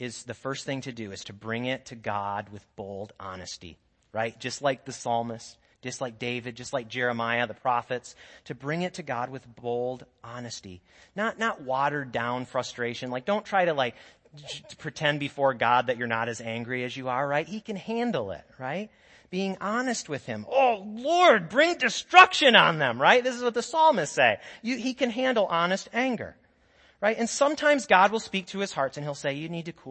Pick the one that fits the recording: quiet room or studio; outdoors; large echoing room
large echoing room